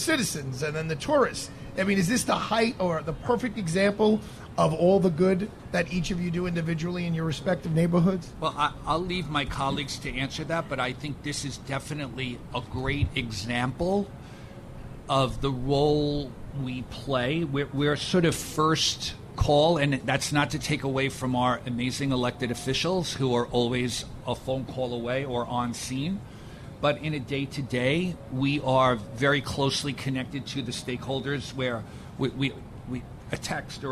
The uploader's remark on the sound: Live Broadcast from Pershing Square New York City